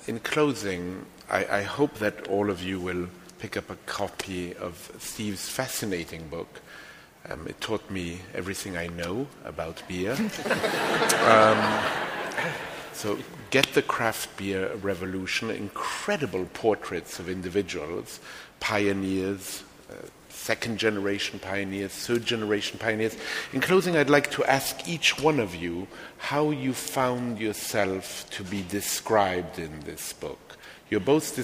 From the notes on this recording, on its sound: This week on The New York Public Library podcast, LIVE from the NYPL.